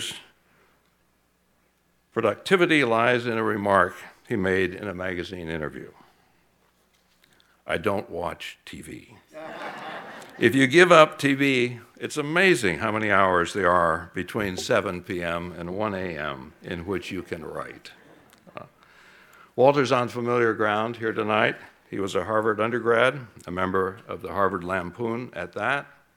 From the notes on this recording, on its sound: keynote address from the 2016 Goldsmith Awards in Political Journalism ceremony